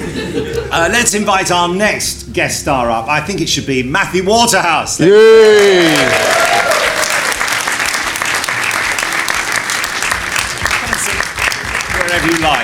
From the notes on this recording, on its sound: on stage at Big Finish Day 2018 on 3rd November 2018